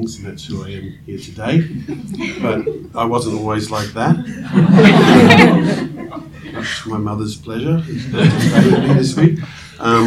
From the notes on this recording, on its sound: Recorded their roundtable at the AAS held at the Australian National University! The audio quality might be a bit different from what you are used to because we recorded at a conference venue and not at our usual studio!